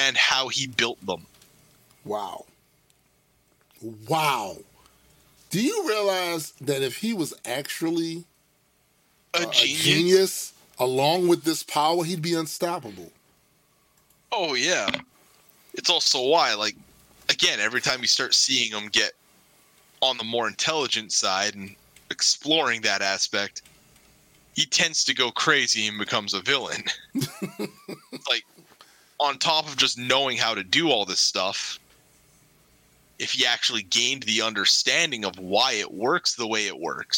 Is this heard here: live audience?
no